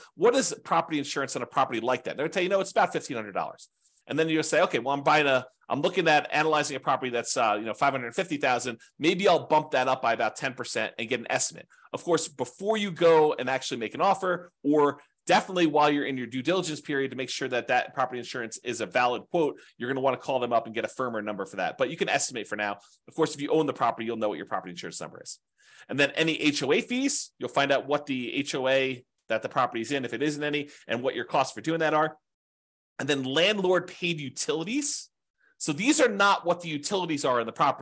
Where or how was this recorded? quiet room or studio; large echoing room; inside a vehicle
quiet room or studio